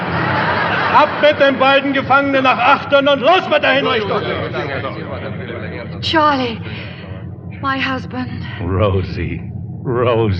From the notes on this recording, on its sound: told in front of our live studio audience.